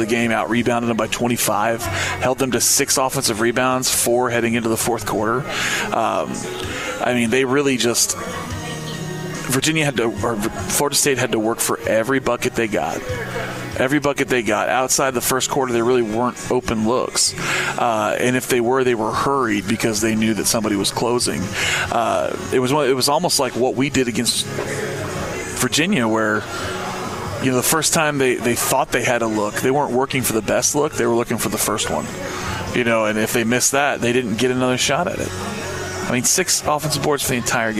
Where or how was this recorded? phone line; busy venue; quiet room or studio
busy venue